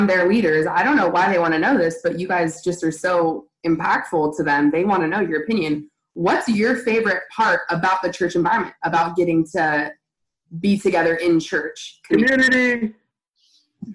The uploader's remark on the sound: A few of our leaders sat down (in their own homes of course) over a ZOOM call